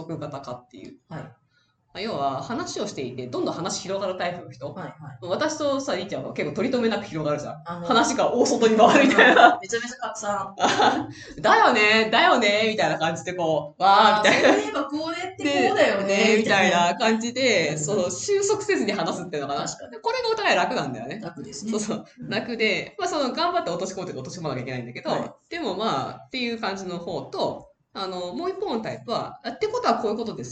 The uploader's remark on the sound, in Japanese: 今月音質が非常に悪いです！すみません！